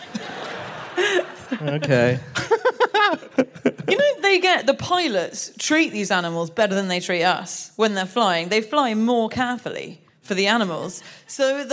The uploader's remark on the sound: Live from New York